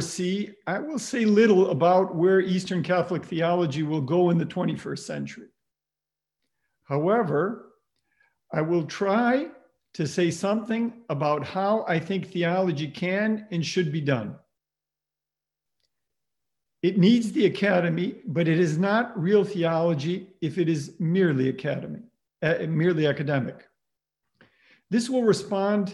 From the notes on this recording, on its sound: Presented by the Lumen Christi Institute, the Godbearer Institute, and the Collegium Institute. Originally delivered as a live web event.